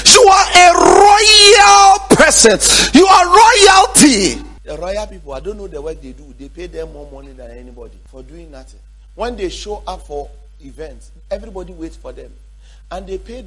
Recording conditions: large echoing room